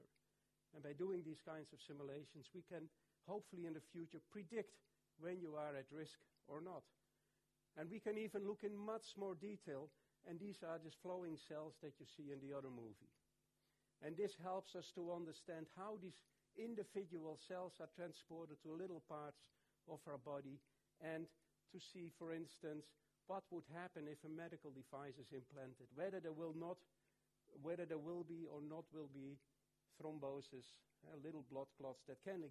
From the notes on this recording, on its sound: Recorded at the Science Museum on 27 September 2017.